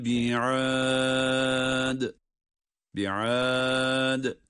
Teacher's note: bi'ad derken de dal harfini kalkale ile okumamız gerekecek.